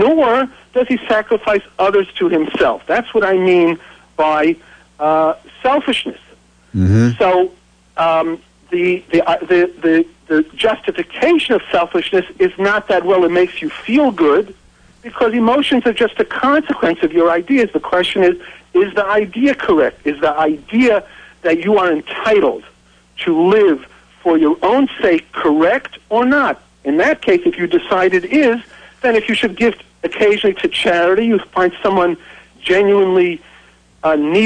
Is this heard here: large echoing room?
no